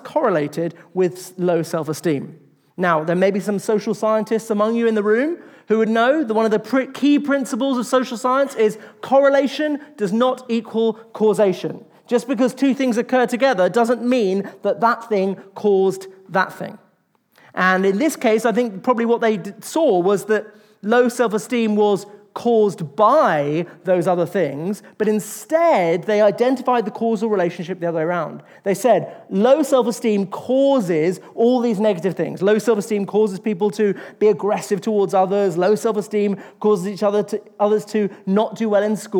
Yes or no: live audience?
yes